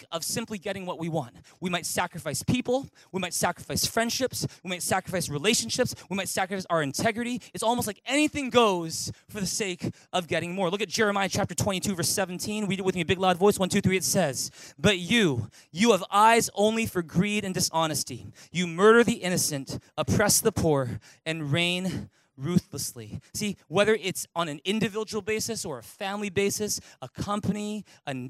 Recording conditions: large echoing room